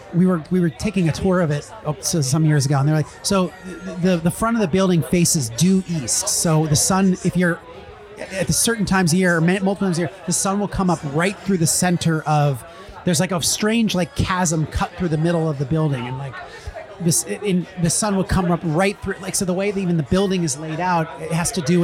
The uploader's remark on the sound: The basement bar of Beecher&#8217;s Handmade Cheese. Beecher’s Handmade Cheese.